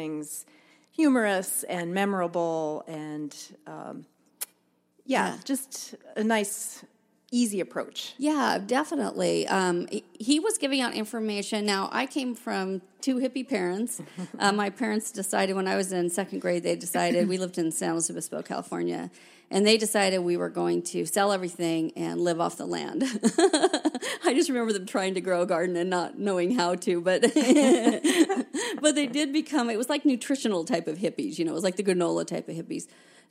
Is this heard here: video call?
no